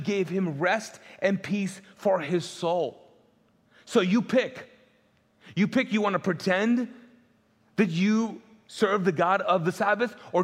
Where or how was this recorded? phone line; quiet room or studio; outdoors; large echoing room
large echoing room